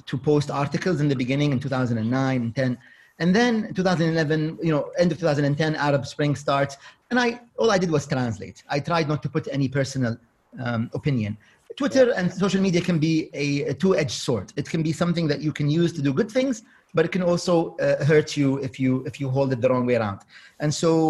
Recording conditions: video call